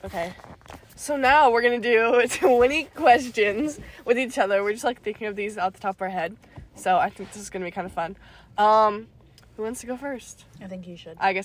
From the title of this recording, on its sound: Live from the Sonic Parking Lot